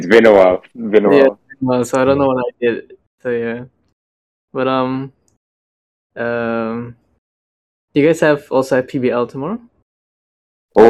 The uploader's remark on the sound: we had to rerecord it via our usual way: Discord!